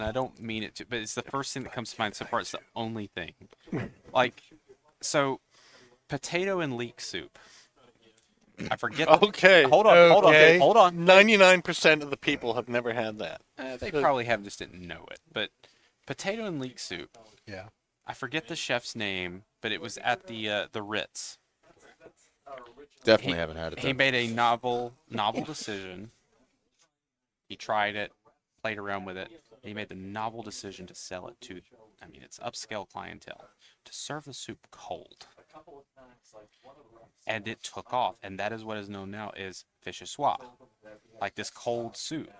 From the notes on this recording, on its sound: Recorded live from the 7-20-4 Lounge!